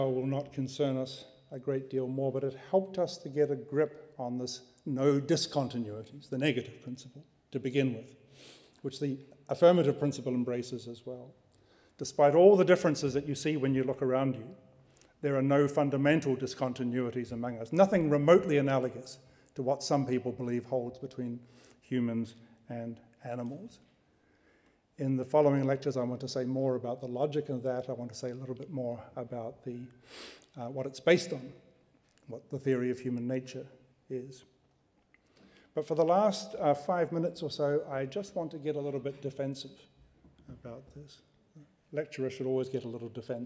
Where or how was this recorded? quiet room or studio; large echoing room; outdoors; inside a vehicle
large echoing room